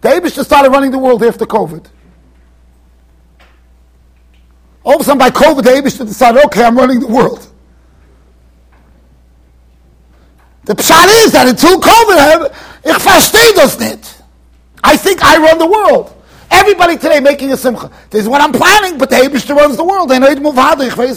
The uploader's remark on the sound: Shiur recorded in Yeshivas Ohr Reuven, Monsey NY